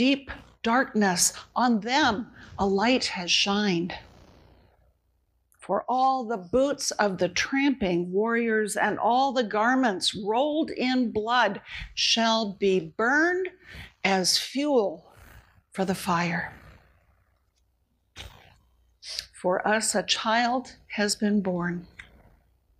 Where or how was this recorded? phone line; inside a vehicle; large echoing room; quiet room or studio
large echoing room